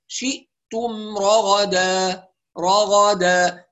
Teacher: لما ننتقل من الميم الساكنة إلى الراء نحافظ على زمن الميم الساكنة